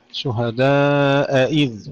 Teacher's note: وضح فتحة الأولى وكسرة الثانية